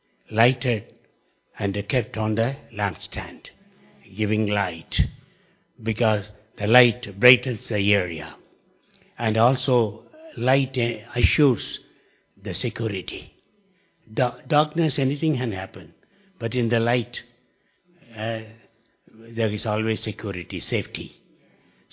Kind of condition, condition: setting, large echoing room